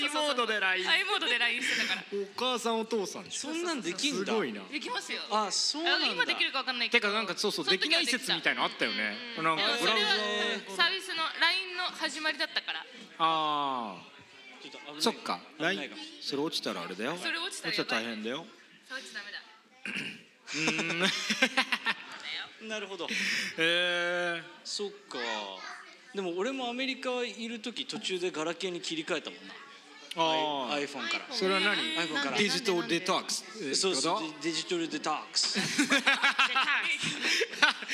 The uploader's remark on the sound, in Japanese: 先日開催されました与太話2.0主催のオフ会and公開収録イベント「寄り合い2.0」にて行われた2本の公開収録から、まずは前半！フロアーでは若干音が聞き取りづらかったとご意見いただいておりましたが、こっちは大丈夫です！